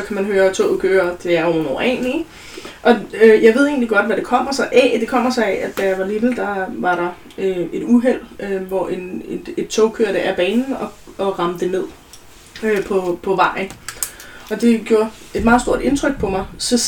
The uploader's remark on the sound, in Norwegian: Bær over med lydkvaliteten - jeg er psykolog, ikke lydtekniker (tydeligvis)